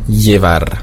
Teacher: Das Doppel-L wird ausgesprochen wie LJ, beziehungsweise nur wie J.